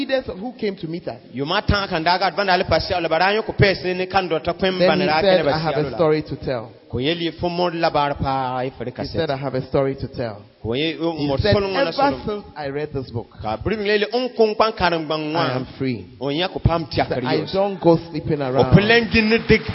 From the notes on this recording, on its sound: Preached at LCI Jesus the Truth Cathedral, Bawku